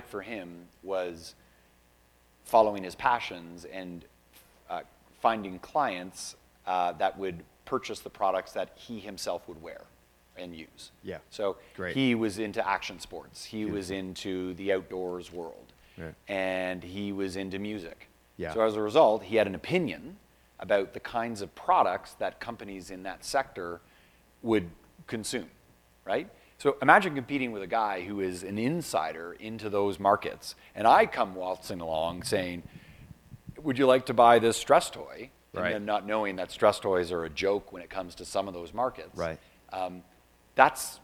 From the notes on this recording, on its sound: This special edition of skucast was recorded live at The PPAI Expo.